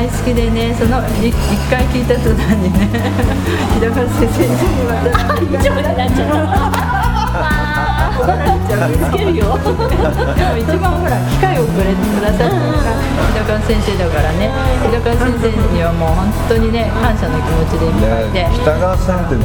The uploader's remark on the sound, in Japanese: ぶらり旅の後に、モスバーガー店内で対談収録。